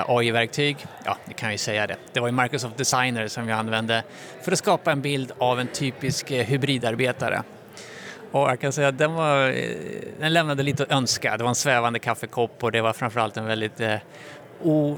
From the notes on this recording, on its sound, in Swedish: Live från Stockholm Tech Show, eller hur live det nu kan bli när man spelar in. Så passades det även på att spela in ett Teamspodden avsnitt.